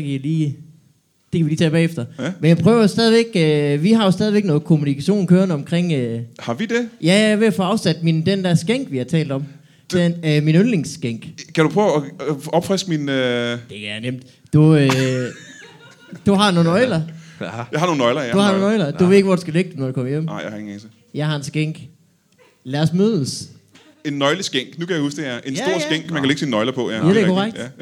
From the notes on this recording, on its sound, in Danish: LIVE fra Mojos Blues Bar.